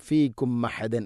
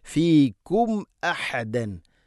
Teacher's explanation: സാകിന മീമിന് ശേഷം ഹംസ വന്നാൽ ഇദ്ഹാറാണ്, വെളിവാക്കി ഉച്ചരിക്കണം · Shown in: second take